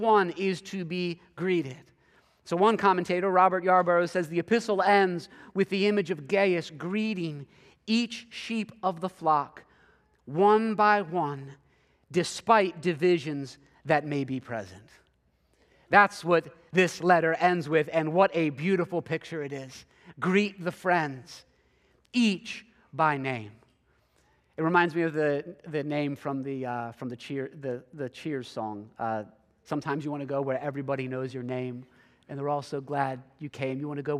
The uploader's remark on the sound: preached this sermon at Covenant Fellowship Church on August 27, 2023.